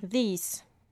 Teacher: Et dans le deuxième cas, il s'agit d'un son qui se situe entre le D et le Z français.